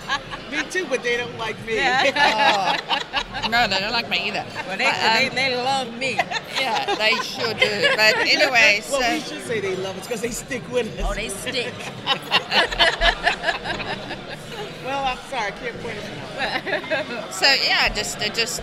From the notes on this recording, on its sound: The recording took place at Rake's Progress at The Line Hotel.